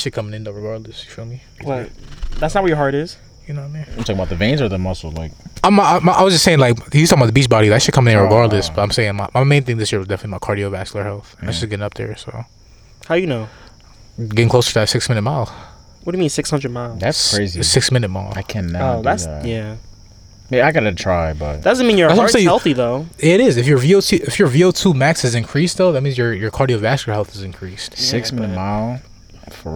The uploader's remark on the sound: The fellas are back outside again accompanied by Mother Nature and her beauty.